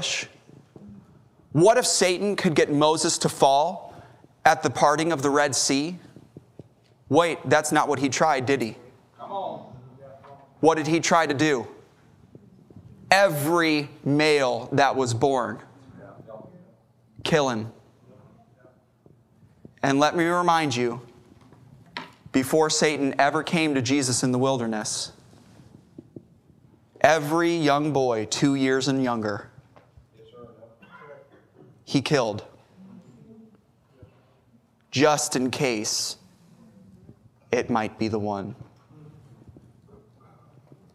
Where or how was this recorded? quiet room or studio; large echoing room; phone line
large echoing room